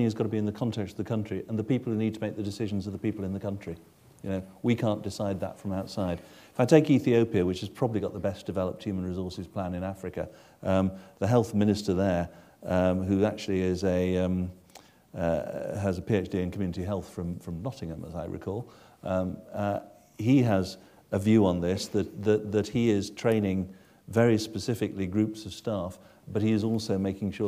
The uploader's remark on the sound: This lecture was recorded on 25 May 2010 in the University of Edinburgh's George Square Lecture Theatre.